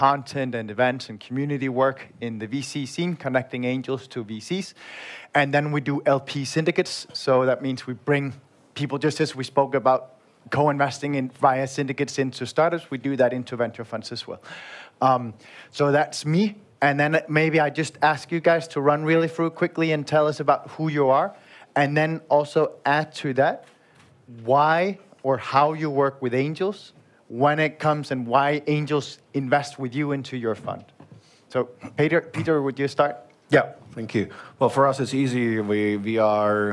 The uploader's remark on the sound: This is a special EUVC episode straight from the Engaged Investments conference in Prague, hosted by our friends from Depo Ventures . This is the recording of the panel “Why should business Angels invest in VC?".